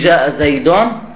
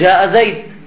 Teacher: حذفنا التنوين، التنوين أليس نونا زائدة ساكنة؟ حذفنا التنوين ثم هذه الضمة التي كانت على الدال أزلناها وأتينا بسكون محلها · Shown in: second take